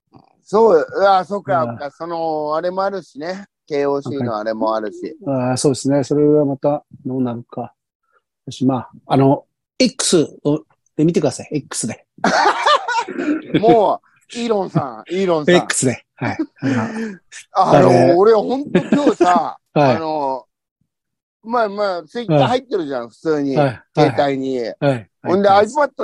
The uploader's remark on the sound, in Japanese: ZOOMで収録〜。